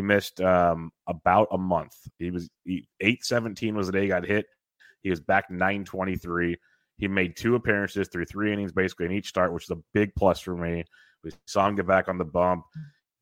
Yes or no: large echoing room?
no